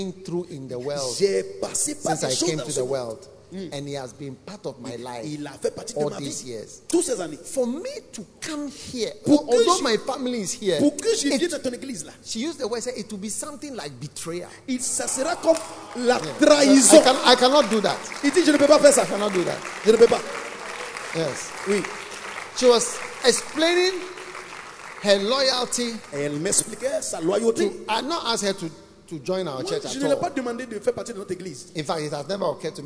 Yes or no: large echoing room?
yes